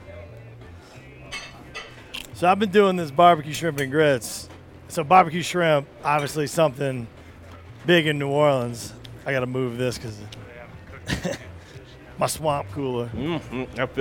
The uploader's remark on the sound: Live in Telluride at the LittleHouse